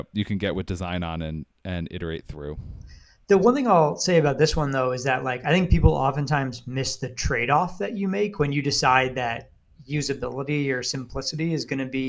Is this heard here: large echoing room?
no